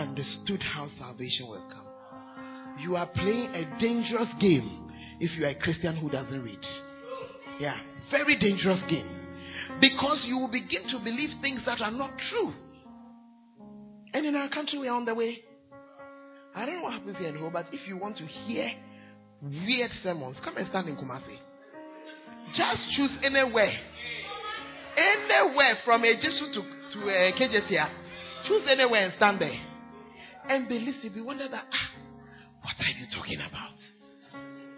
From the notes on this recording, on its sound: Preached At Gathering Service, UHAS